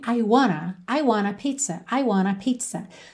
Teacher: na hora que você fala rapidamente esse I want a ah, pode soar sim I wanna